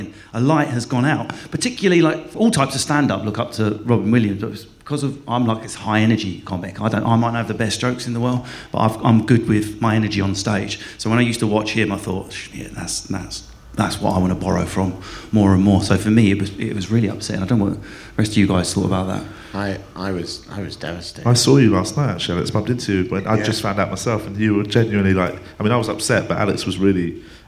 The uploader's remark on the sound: Edinburgh Festival Special. Recorded at Edinburgh Festival.